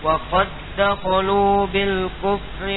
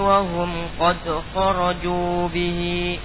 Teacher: Yang pertama qad pada awal. Pada yang di awal waqad dakhalu, tidak ada qalqalah. Wa hum qad kharaju bihi, ada qalqalah.